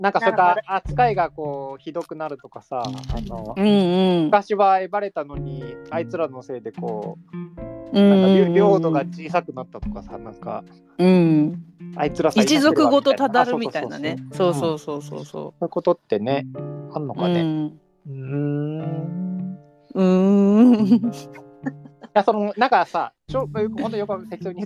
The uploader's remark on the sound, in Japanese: ツイッターのスペースによって、5月14日に収録されたものです。